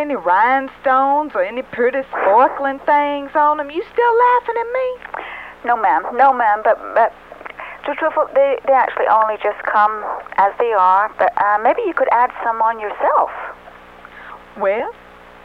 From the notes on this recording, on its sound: Prank Phone Calls